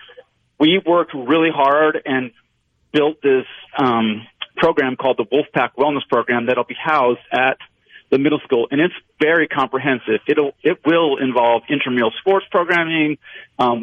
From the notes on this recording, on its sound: joins the conversation by phone